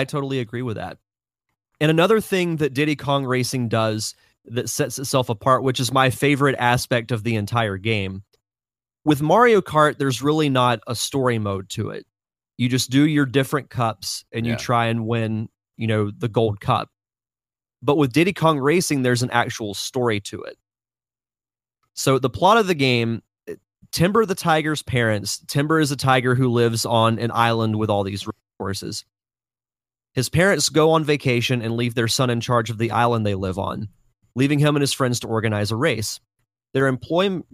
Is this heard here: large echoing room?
no